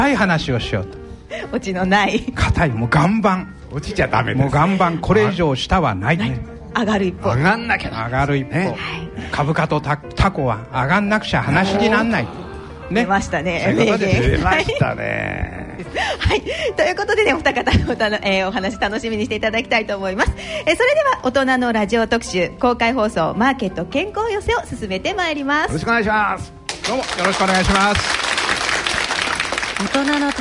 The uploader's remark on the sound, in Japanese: ラジオＮＩＫＫＥＩの新社屋がある虎ノ門琴平タワーにて開催された、ラジオＮＩＫＫＥＩ開局６０周年記念「マーケット・健康寄席」の模様をお送りします。この配信では、同公開録音の前半部分をお聞きいただきます。